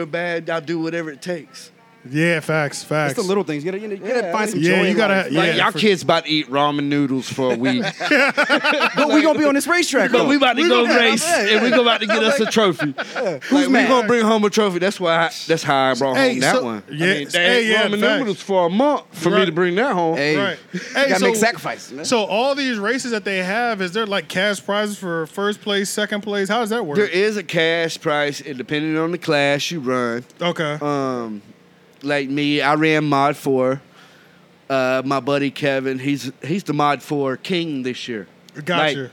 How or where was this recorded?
busy venue